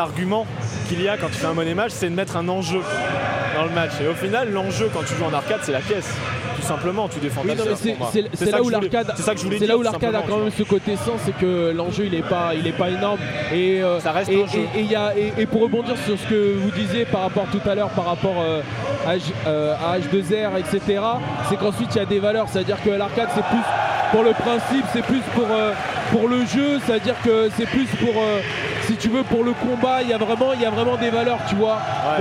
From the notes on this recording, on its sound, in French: Du podcast sur l'arcade enregistré lors du Stunfest !